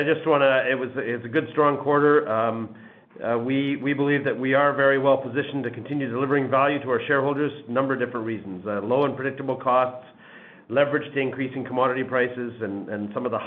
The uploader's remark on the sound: First quarter 2021 earnings call for Wheaton Precious Metals Corp.